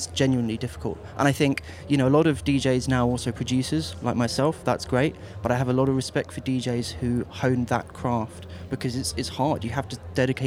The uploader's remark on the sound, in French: Rediffusion des 2 heures d'émission en direct des Trans Musicales de Rennes.